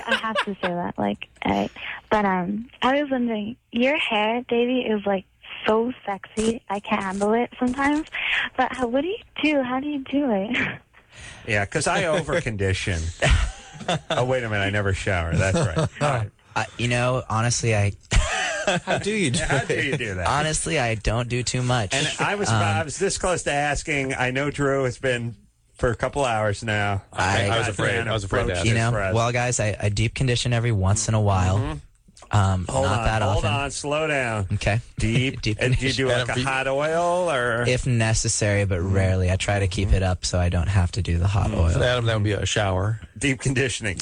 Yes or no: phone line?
yes